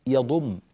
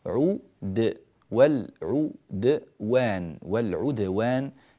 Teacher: الدال الساكنة هنا لا تقلقل مائلة إلى الضم · Shown in: second take · لا ينبغي إمالة القلقلة إلى الضم، لا نقول والعدوان، عدوان، بعض الناس يضم مش بس يميل إلى الضم، لا يضم تماما، عدو لا يصلح ذلك، عود والعدوان والعدوان هكذا، فليتنبه لهذا.